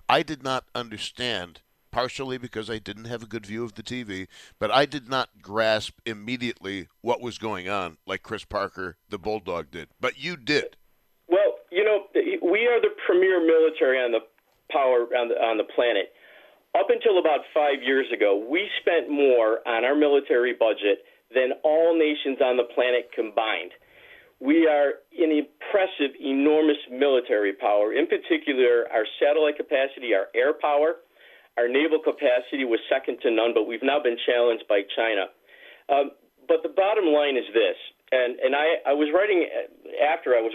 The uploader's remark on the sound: continues to take your phone calls